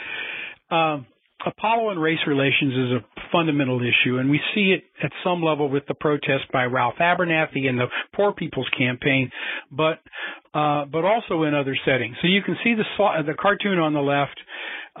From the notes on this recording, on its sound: a Future in Space Operations teleconference